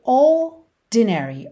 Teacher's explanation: o R não vai ter o som do R enrolado, vai ser um alongamento dessa letra O. E depois o D vai ser um D mesmo.